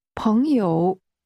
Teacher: The tones are rising and falling rising.